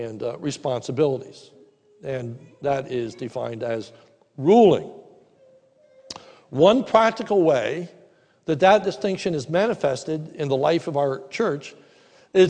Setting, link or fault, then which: setting, large echoing room